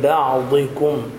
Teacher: يعني انتبه عند نطق الضاد، كجهر بعضكم، ضاد مكسورة مفخمة